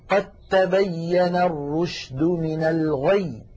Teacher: المخرج نفسه، فنحول الدال إلى تاء ثم ندغم التاء في التاء، فيصير النطق بتاء مشددة ولا يبقى للدال أثر